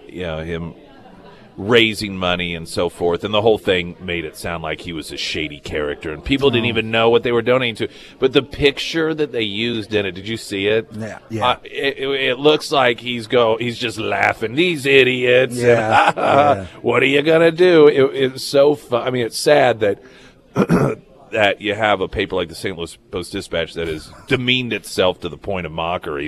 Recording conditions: busy venue